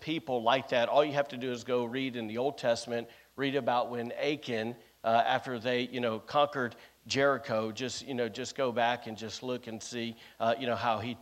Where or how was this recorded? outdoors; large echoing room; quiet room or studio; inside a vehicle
large echoing room